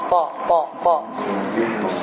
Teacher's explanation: Ta hərfinin sifətində həms sifəti yoxdur. Bu pıçıltı yoxdur.